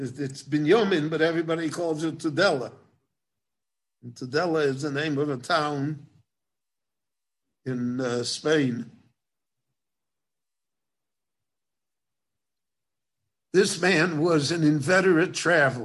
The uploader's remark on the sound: Book Launch. This lecture was given in Jerusalem.